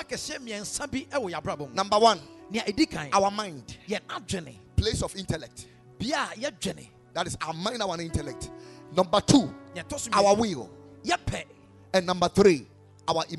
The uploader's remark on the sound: Preached at Ekklesia Chapel